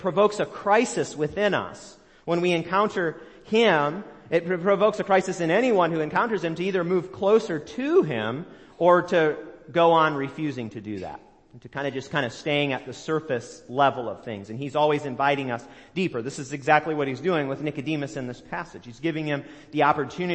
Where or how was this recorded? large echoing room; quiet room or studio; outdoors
large echoing room